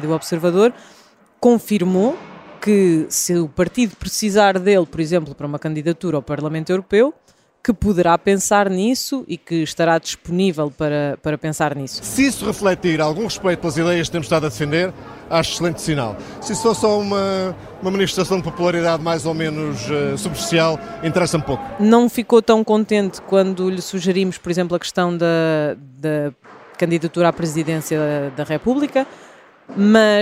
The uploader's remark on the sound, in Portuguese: Uma edição especial gravada no Centro de Congressos de Lisboa